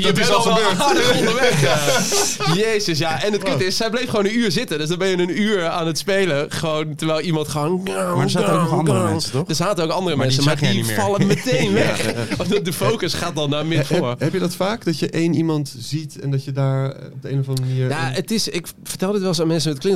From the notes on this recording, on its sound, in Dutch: Live vanuit de artist village op Lowlands is dit de vrijdagaflevering van LLowcast.